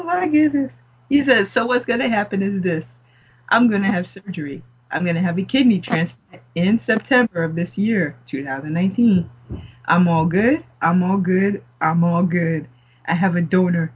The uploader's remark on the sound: With another setback- A RUSTY MICROPHONE SOUND. I guess the mic missed us as well, and was just paying us back for all the months of non-use. We apologize in advance for any bad sound.